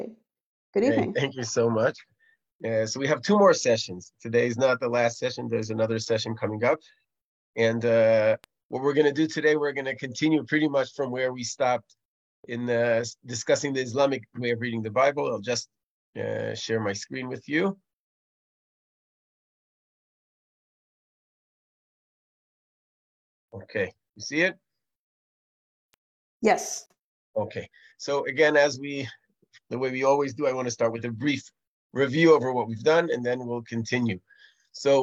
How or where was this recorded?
video call